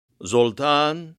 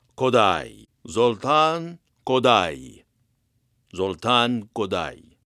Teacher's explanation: that A has to be lengthened a little bit because there's a diacritic over the A